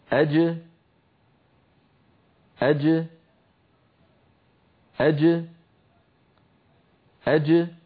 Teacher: هكذا نلاحظ بأن الصوت ينحبس خلف اللسان ثم ينطلق عندما يبتعد وسط اللسان عن غار الحنك الأعلى، فتخرج الجيم المقلقلة بتباعد طرفي عضو النطق وهما هنا وسط اللسان مع ما يحاذيه من الحنك الأعلى، ثم يتابع الصوت طريقه إلى الخارج وتبقى الجيم شديدة مجهورة، أي محبوسة الصوت محبوسة النفس